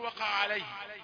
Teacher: في ناس بتختصر ويقول وقع عليهم كأنها عين واحدة مشددة